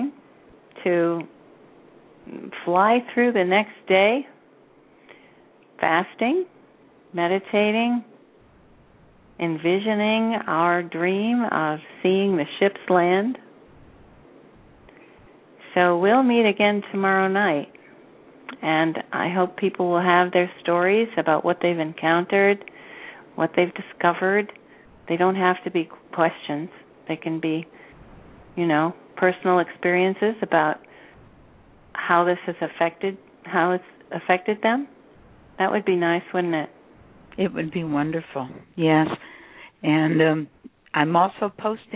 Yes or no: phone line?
yes